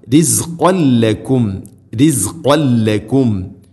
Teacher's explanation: തൻവീനു ശേഷം ലാമ് റിസ്ഖൻ ല. തൻവീനു ശേഷം ലാമ് വന്നാൽ ഇദ്ഗാം ബിലഗുന മണിക്കാതെ കൂട്ടി ലയിപ്പിക്കണം.